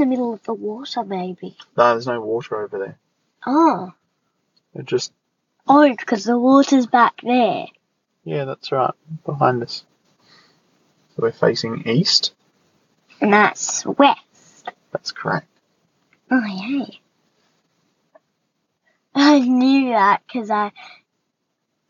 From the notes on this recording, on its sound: The sound isn't great because we're sitting in Daddy's car, and the birds get very loud about half way in.